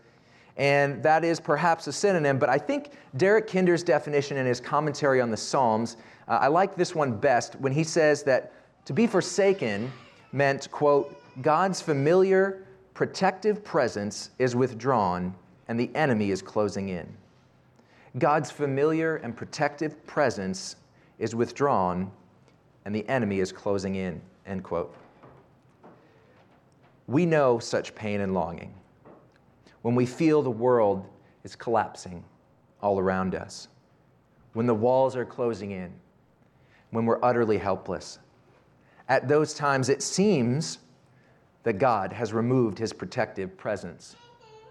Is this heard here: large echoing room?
yes